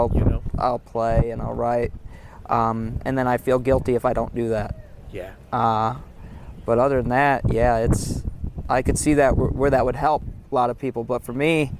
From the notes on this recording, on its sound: Live from Highlands, NC, the home of Bear Shadow Music Festival.